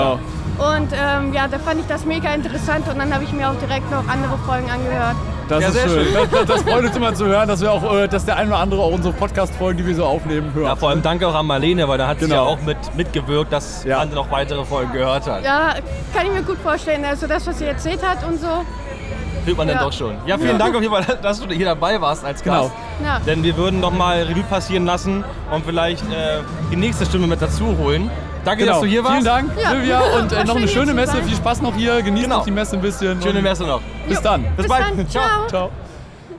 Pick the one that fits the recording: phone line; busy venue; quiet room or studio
busy venue